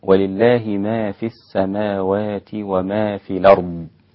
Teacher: نقل حركة الهمزة إلى الساكن قبلها · Term: النقل